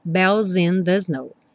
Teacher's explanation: juntando aqui o S do bells, ganhou um som de Z